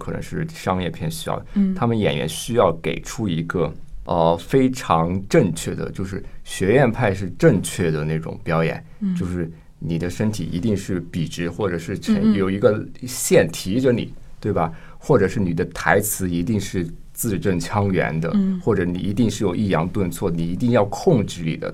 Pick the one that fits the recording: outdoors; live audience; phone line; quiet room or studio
quiet room or studio